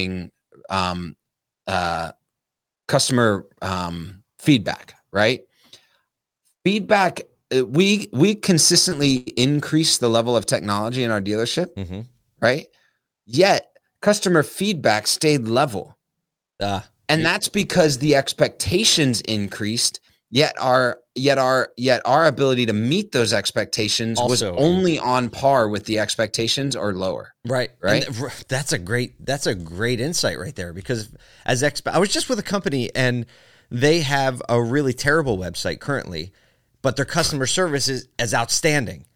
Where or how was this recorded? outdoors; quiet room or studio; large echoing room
quiet room or studio